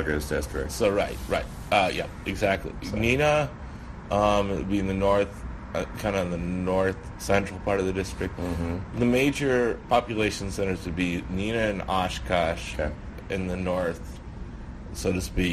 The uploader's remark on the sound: This week, we come to you from the Wisconsin Democratic Party Convention in Middleton.